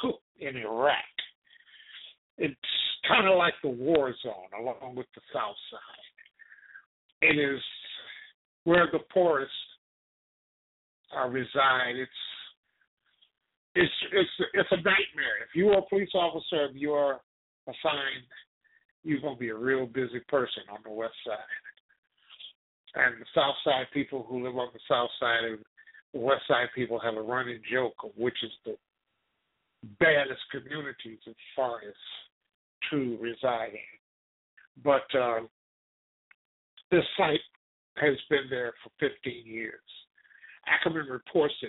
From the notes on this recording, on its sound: TALK RADIO. LIVE and call-in broadcast.